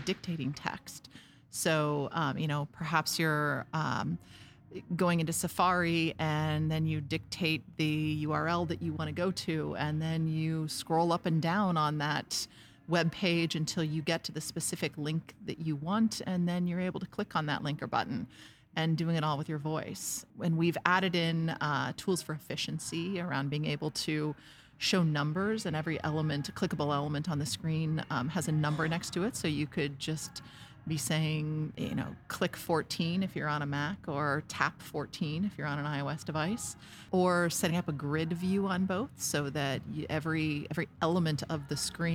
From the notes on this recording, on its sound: Recorded directly on the show floor of Apple's annual World Wide Developers Conference (WWDC)